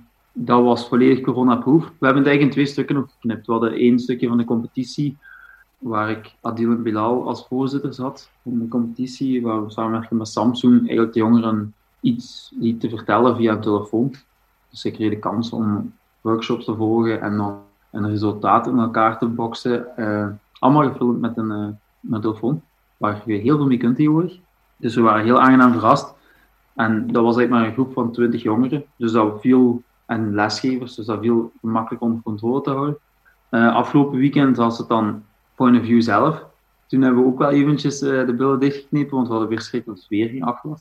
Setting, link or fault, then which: link, video call